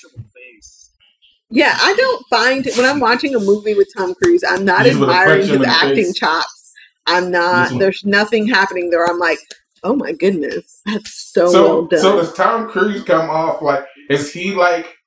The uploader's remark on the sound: This was recorded in Summer of 2020, still trying to figure out how to record remotely in a pandemic. Please pardon the audio.